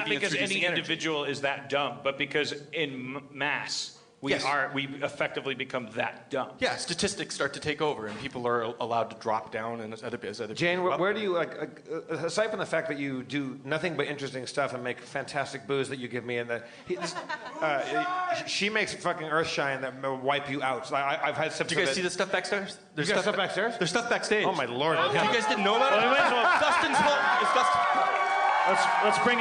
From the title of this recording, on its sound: LIVE at The Gramercy, NY Comedy Festival 2015